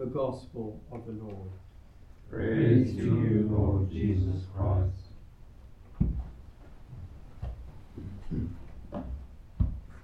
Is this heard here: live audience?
yes